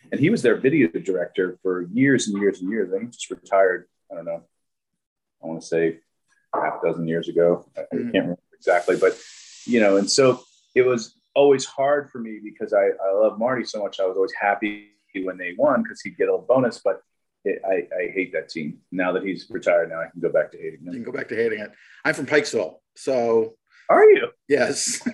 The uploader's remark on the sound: Shot via Zoom.